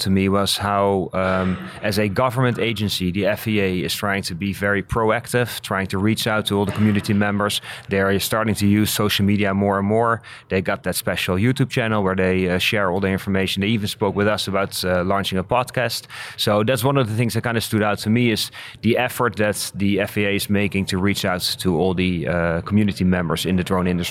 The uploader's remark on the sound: Live from 2019 FAA UAS Symposium